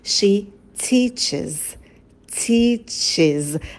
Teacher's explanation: Например, глагол teach заканчивается на шипящий ch, и она преподает будет she teaches. Teaches, да, звук и появляется, чтобы вам было удобнее, он разбавляет эти согласные, чтобы их не было так много на стыке. Или закрывать, это close, он закрывает, he closes, это же появляется звук и в конце.